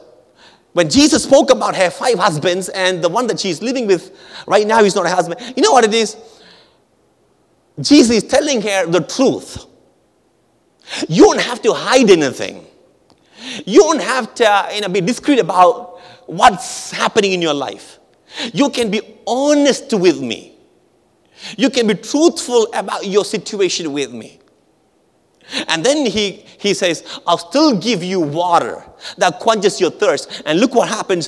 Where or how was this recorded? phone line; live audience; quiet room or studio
live audience